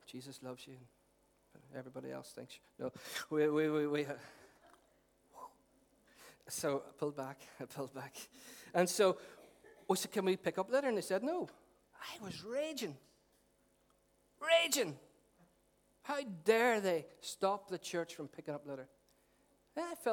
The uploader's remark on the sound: Recorded at our 11am Celebration at our Storehouse venue.